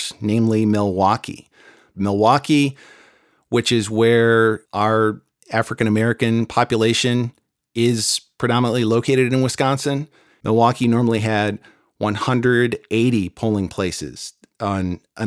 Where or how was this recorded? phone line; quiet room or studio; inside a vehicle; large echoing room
quiet room or studio